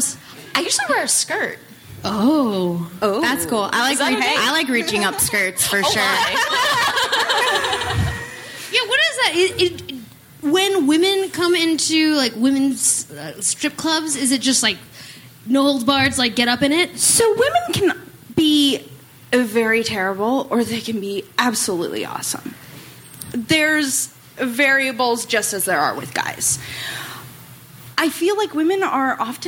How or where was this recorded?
live audience